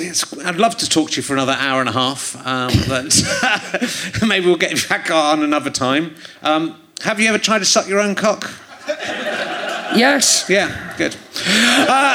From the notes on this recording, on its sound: Leicester Square Theatre Podcast. Giving away a prize to a lucky audience member.